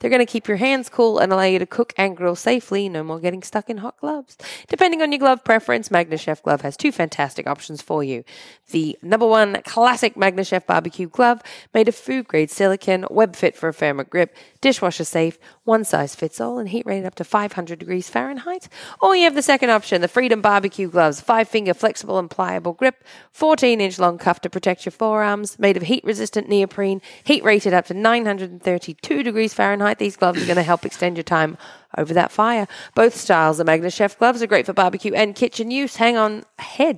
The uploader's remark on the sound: The Pit Life BBQ is a member of the United Podcast Network and is recorded live in front of a studio audience at the Studio 21 Podcast Café upstairs at Two Guys Smoke Shop in Salem, NH.